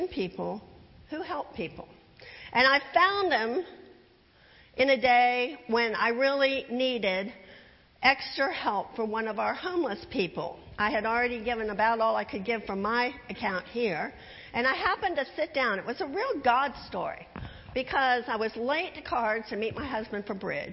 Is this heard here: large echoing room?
yes